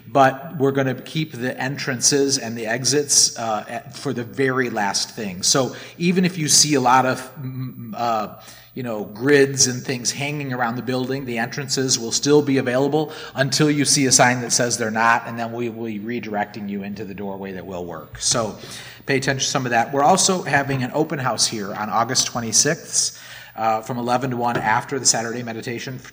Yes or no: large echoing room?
yes